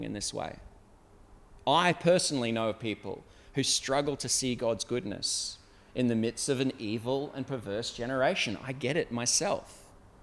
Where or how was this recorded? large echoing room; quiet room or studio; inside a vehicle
large echoing room